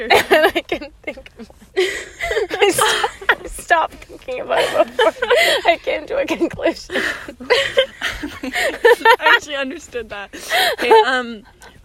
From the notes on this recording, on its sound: After a celebratory dinner we sit in the car.